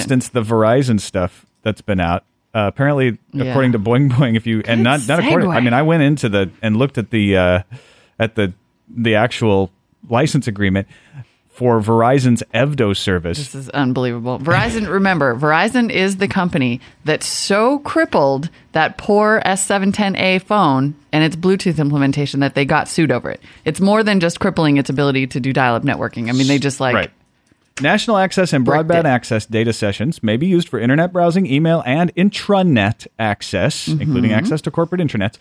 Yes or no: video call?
no